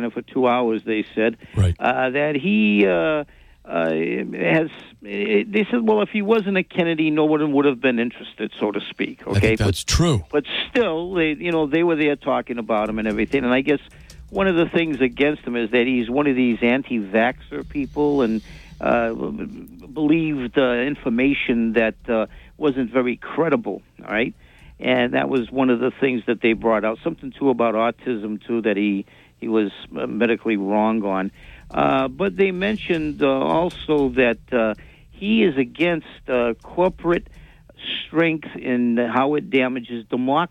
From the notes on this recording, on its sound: Take calls and messages from the audience on crypto and politics.